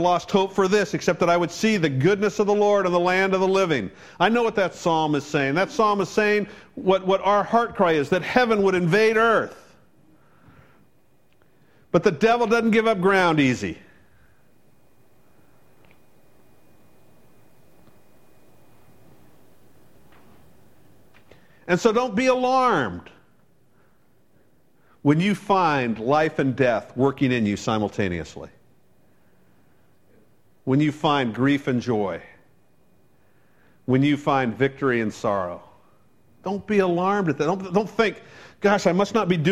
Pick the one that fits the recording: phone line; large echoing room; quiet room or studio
large echoing room